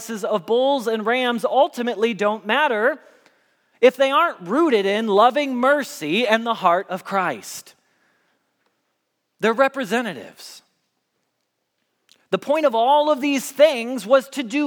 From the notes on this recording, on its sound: Message Preached at Valley Creek Church